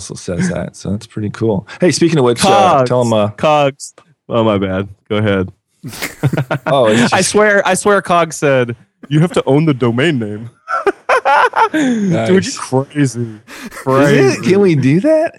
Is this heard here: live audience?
no